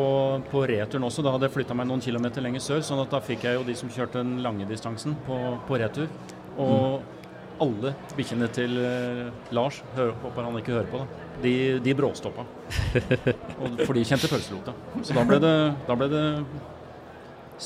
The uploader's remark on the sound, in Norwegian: Live fra Camp Villmark. Dagens episode ble tatt opp under Camp Villmark på Lillestrøm rett før påske. I en maratonpodkast som til slutt varte nesten fire og en halv time.